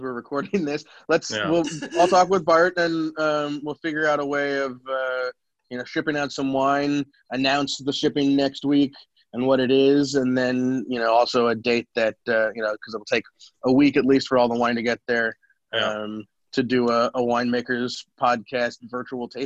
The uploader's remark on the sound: The Wine Makers are working from home this week. We decided to practice “social distancing” and try out the Zoom app to continue to continue recording shows for our listeners.